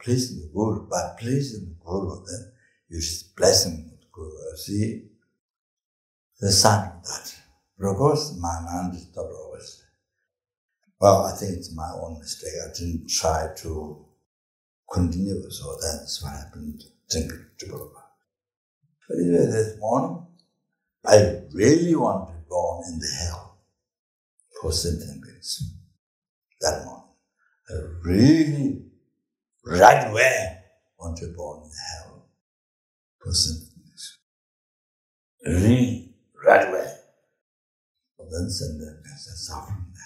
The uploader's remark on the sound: The teaching for this episode was recorded on September 16, 2018, at Amitabha Buddhist Centre, Singapore.